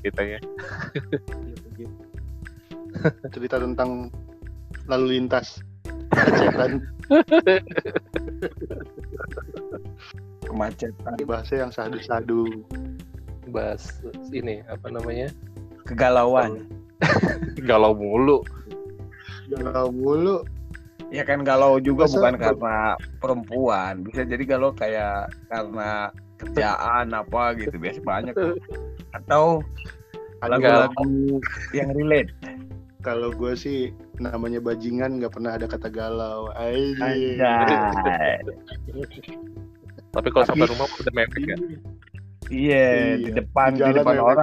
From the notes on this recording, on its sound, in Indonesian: dengan kemasan menggunakan handphone kami bongkar semua, jadi mohon maaf kalau sinyal terputus dan banyak delay-nya.